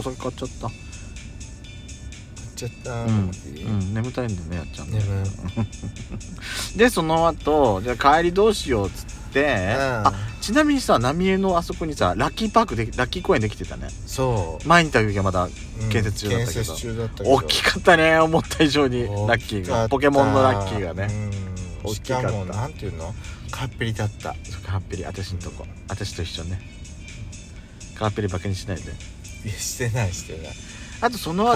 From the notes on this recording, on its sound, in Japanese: パーキング収録